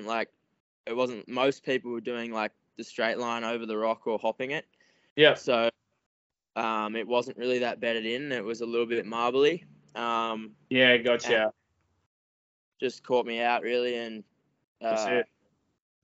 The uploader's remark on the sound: Shot on : Skype & IPhone 13